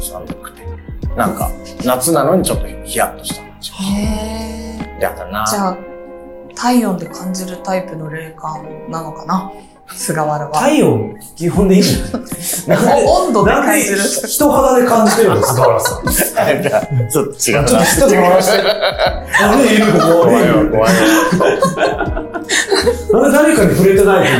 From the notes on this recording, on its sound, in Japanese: なぜか音声にノイズがはいっております。